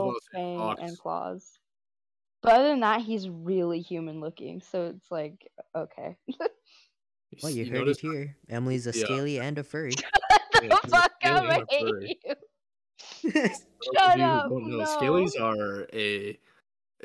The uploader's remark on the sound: We're just two homies with bad equipment, so what did we do? We put socks on our mics.